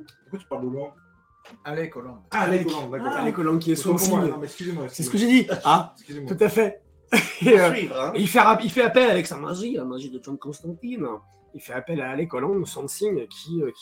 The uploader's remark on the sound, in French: APÉRO COMICS #21 à Montpellier. Désolé pour le son de moins bonne qualité qu'à l'accoutumée mais le Setup fut "de voyage" pour cet apéro.